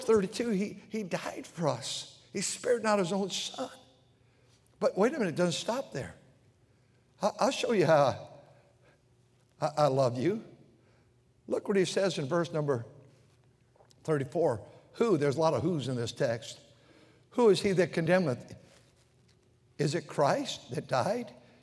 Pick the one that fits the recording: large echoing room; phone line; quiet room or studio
large echoing room